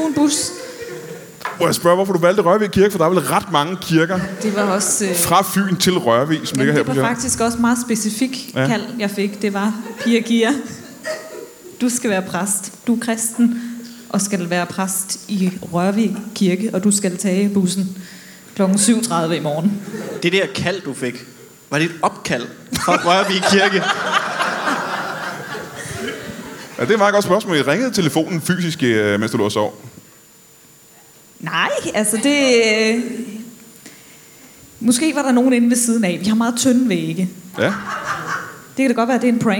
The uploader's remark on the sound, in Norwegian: LIVE fra Comedy Zoo